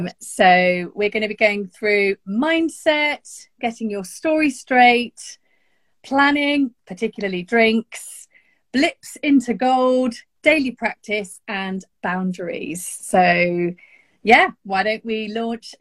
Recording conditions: video call